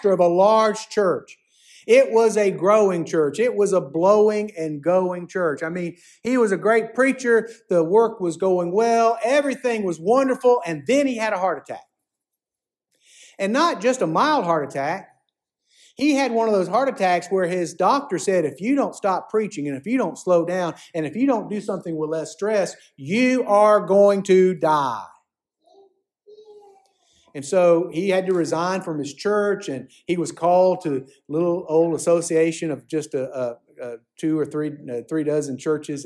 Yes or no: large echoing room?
yes